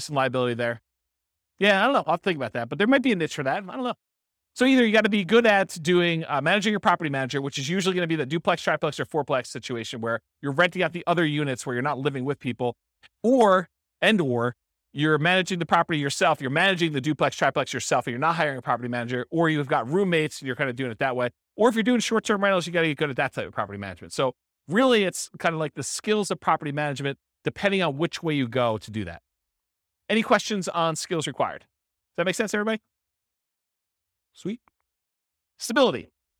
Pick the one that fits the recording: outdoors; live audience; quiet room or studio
live audience